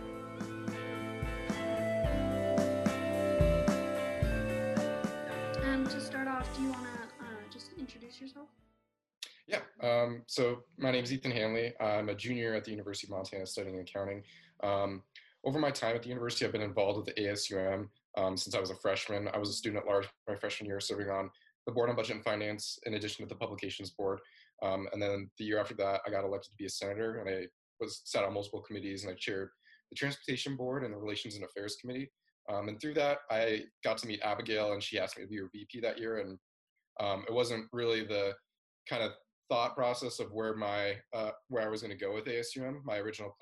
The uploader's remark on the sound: over zoom